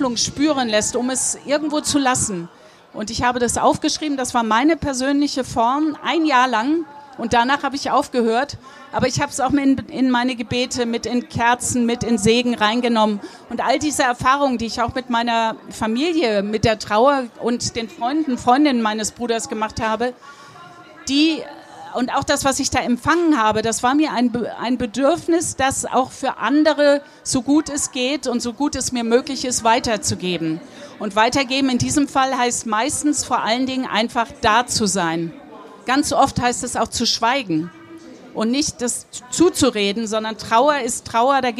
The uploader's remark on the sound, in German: spricht live am Nürnberger Kirchentag